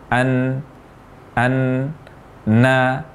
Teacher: huruf nun ini diucapkan dengan gunnah, dengan dengung, yaitu suara yang keluar melalui rongga hidung.